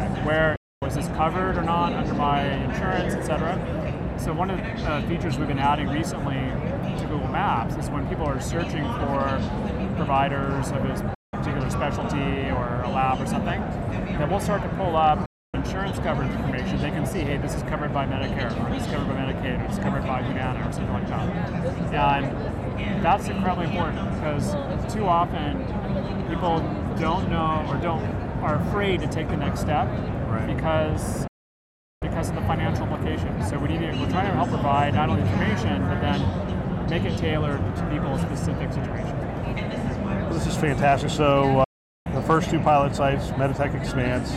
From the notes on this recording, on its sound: Interview in Action live from HLTH